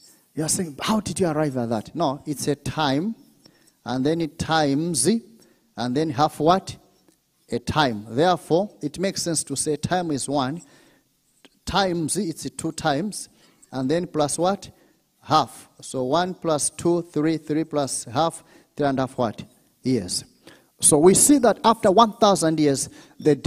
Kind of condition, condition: setting, large echoing room